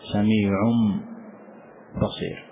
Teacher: نقلب هذا التنوين إلى ميم كاملة · Term: الإقلاب